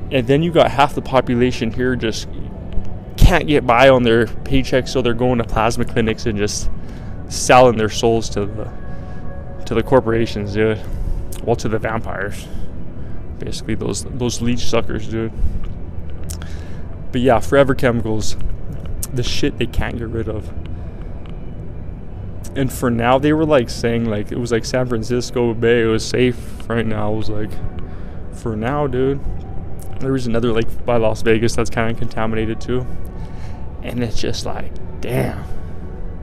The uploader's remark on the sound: LIVE from Resorts World